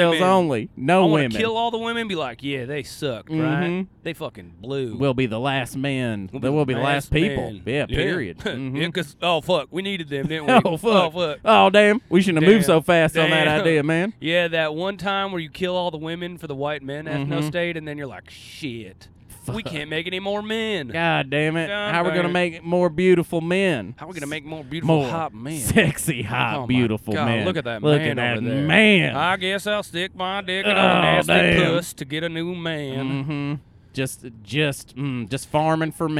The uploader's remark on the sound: We recorded this one in a car on our way to Chicago.